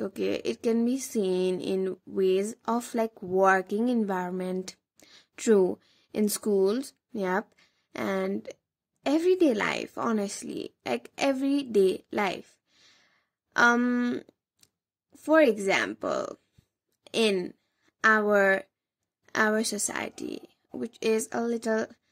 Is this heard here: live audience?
no